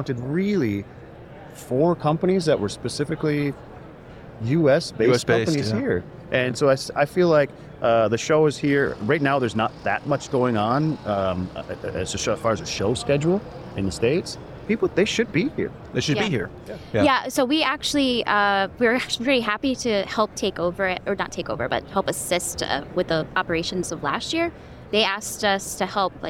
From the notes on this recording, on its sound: Live From CanREA – Renewables Go Big In Canada At ETC23! We had a couple of conversations on the floor with a number of companies.